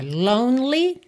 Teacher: lonely, não pronuncia o E do meio